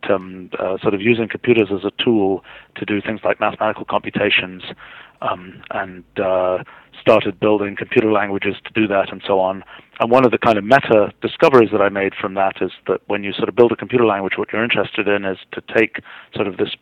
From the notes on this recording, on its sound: I was privileged to have an hour long phone interview.